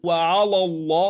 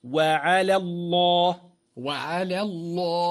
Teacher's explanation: يجب المحافظة على ترقيق لام على وهي الأولى لئلا تفخم من أجل التفخيم الذي بعدها في لام اسم الجلالة الله · Shown in: second take